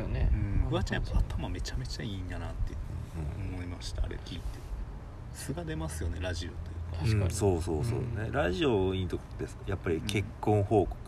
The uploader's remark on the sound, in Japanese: もりのみやキューズモールでの営業終了後に収録した。今回は野外での収録だったので一部お聞き苦しい箇所があるかもしれません。